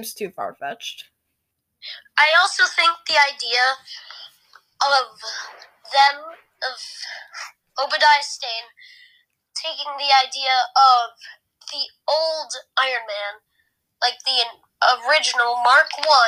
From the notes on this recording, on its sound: Sorry if there is any bad audio!